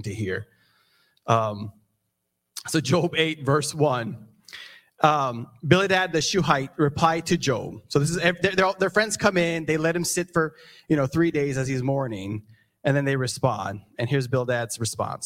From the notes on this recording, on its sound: This sermon was recorded live on December 4th, 2022 at Newark United Pentecostal Church.